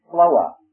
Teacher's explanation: F-L-O-O-R. In the southern part of Georgia, it's pronounced Floa. Floa. No R in the word. Floa. In the mountains, it's one syllable.